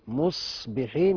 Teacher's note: مصبحين وليس مز، لان الصاد هنعملها همس وتفخيم